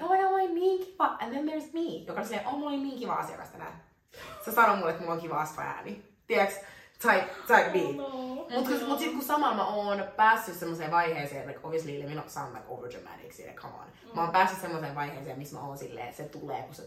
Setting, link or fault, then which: fault, poor sound quality